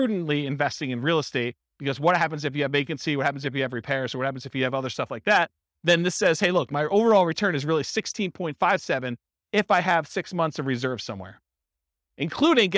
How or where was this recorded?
live audience